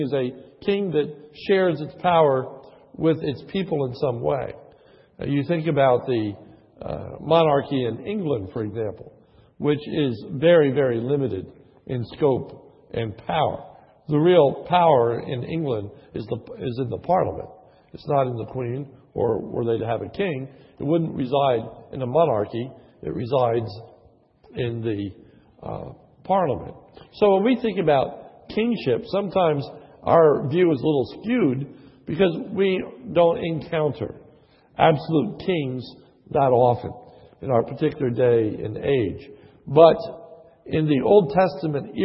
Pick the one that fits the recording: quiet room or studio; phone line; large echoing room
large echoing room